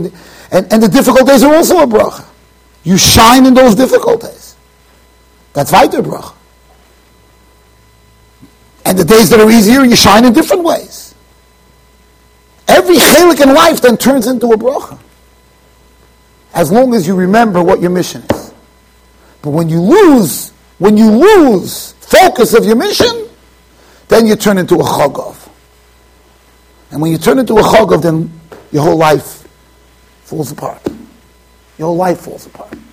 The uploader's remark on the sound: Shiur recorded in Yeshivas Ohr Reuven, Monsey NY.